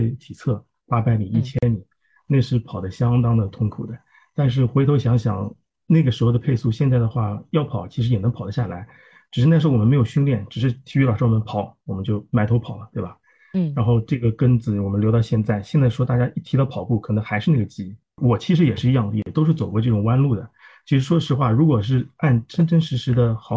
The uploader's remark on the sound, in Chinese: 第一次线上录制。